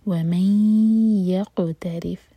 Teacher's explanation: مَن ادغام غنہ کے ساتھ مرج کریں گے. میک شیور کہ دو سیکنڈس کا ٹائم دیں اور ناک میں آواز لے جائیں. وَمَن يقترف قاف پر قلقلہ، تعریف را کے نیچے کسرہ تو را باریک.